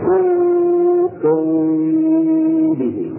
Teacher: لو أردنا أن نخرج الميم الساكنة في آخر كنتم إخراجا صحيحا يعني بدون إخفاء لكنا أطبقنا الشفتين تماما عند إخراجها فقلنا كنتم يعني قلنا نحن نخرج الميم الساكنة من الشفتين مطبقتين · Term: الإخفاء الشفوي